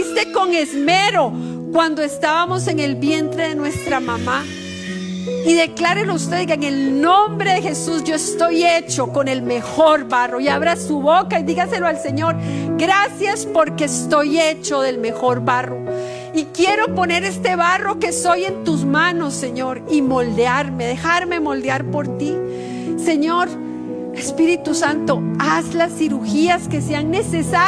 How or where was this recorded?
large echoing room